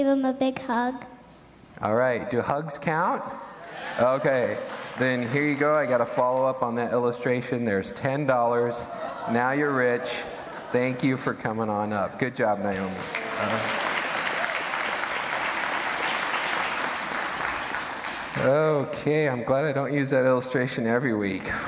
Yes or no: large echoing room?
yes